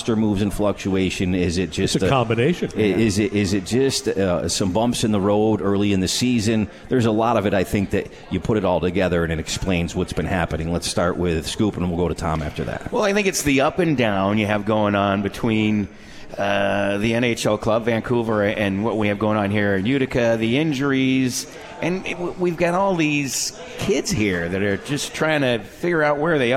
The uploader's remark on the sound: Tonight's show, live from the 72 Tavern for Utica Comets #Insider.